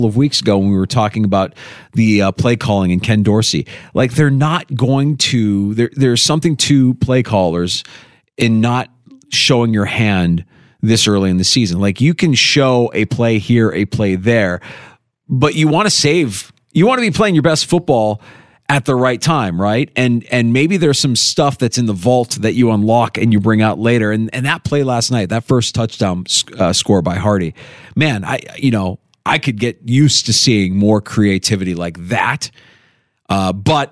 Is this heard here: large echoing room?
no